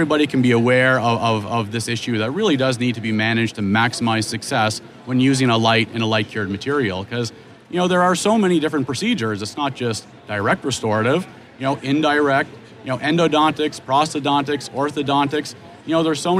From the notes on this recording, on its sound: Live from the 3M booth at the GNYDM 2019.